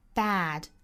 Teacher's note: bad 这个单词我们注意是梅花 a,上下开口度是两指的 a